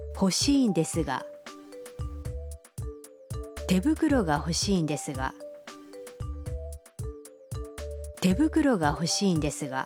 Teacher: Akan terdengar lebih baik jika Anda mengecilkan suara saat menurunkan intonasinya di akhir kalimat.